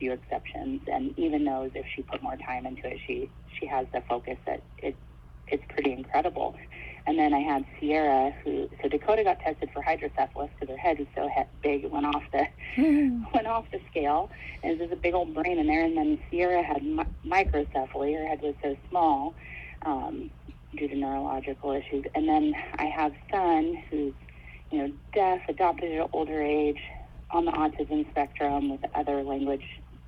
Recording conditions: phone line